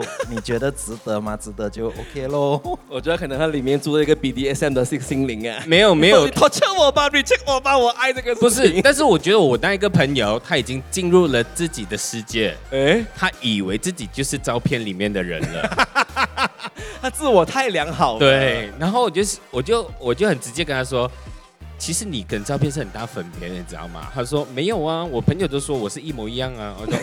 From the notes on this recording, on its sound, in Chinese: 首次户外录音：彩虹节现场录制播客。